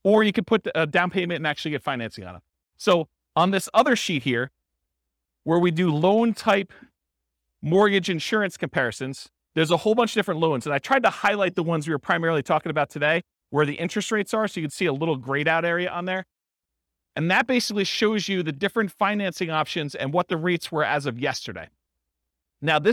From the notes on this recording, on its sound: This was a live class recorded